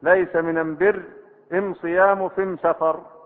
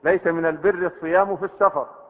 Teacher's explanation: هذه الميم بدل من اللام عندهم في قبيلتهم · Shown in: first take · ليس من البر الصيام في السفر، هكذا أصل الكلام.